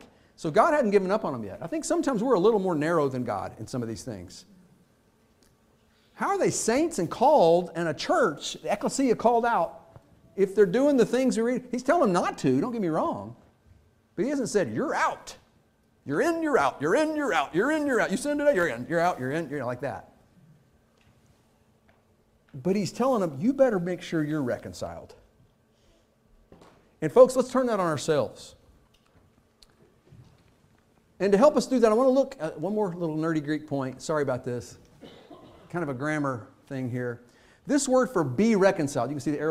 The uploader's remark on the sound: Fuquay-Varina church of Christ sermon audio from Sunday, February 26, 2023.